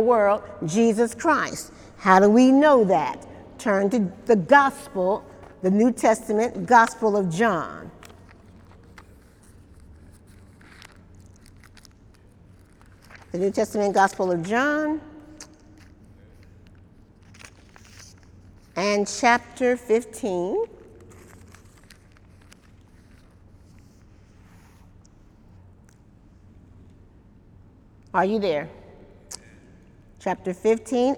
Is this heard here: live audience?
yes